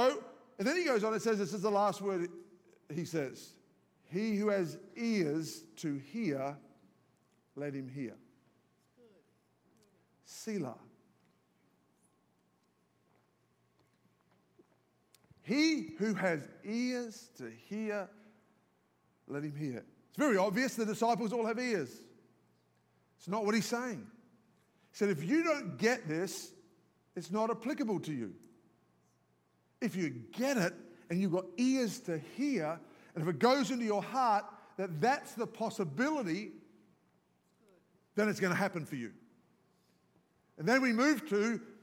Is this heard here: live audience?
yes